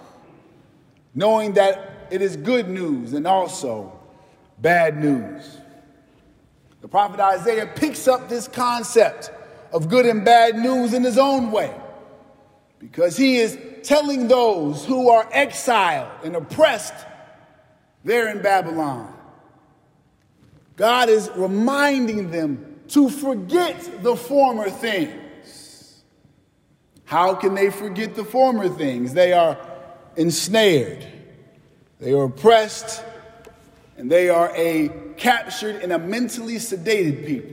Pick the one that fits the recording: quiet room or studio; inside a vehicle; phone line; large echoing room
large echoing room